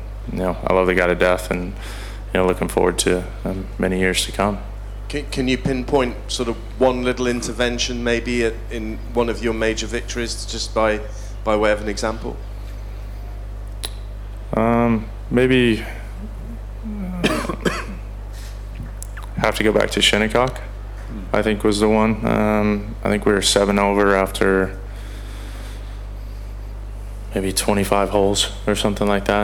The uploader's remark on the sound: Press conference. At The Open.